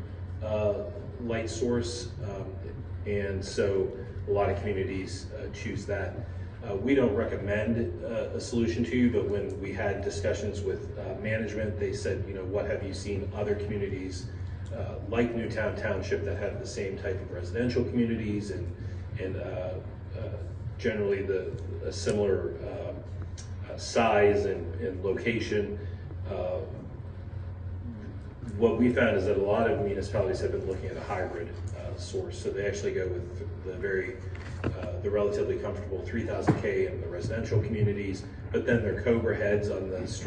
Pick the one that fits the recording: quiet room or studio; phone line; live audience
live audience